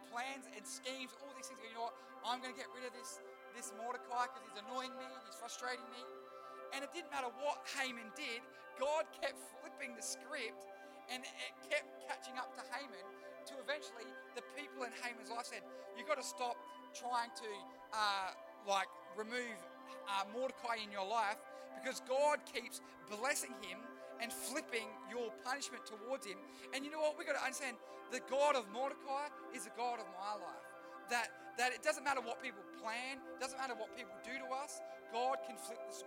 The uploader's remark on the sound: Recorded live at One Youth (One Heart Church, Port Lincoln) on the 26th of March, 2023.